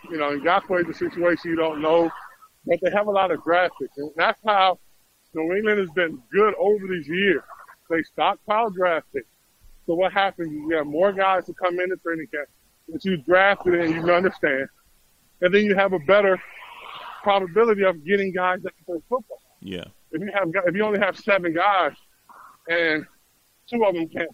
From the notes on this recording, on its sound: on the Beach walking